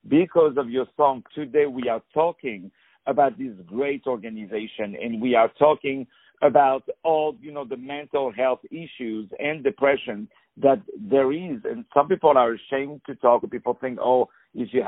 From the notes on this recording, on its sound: On the phone.